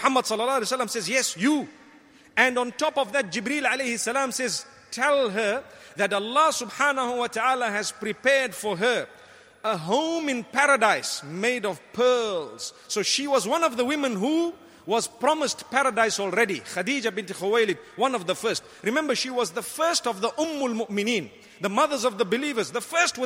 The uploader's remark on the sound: Delivered at Tuanku Mizan Zainal Abidin Musjid